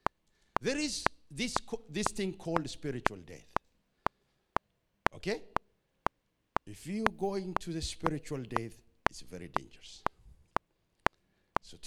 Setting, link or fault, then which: setting, large echoing room